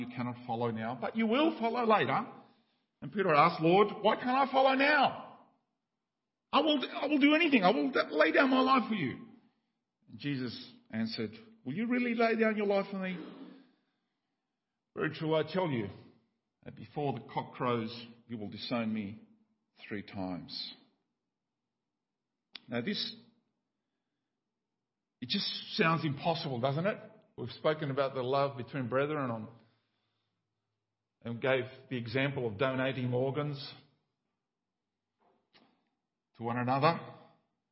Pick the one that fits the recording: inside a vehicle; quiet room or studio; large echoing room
large echoing room